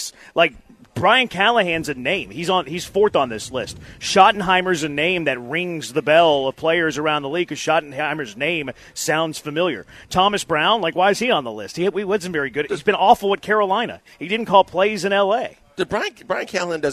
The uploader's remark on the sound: LIVE from East River 9!